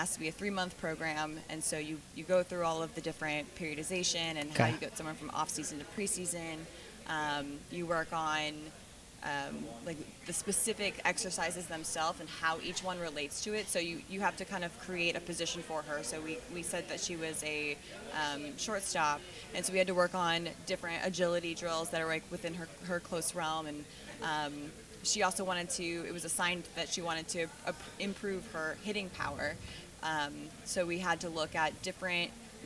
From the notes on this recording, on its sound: On the first interview from SSPT Live.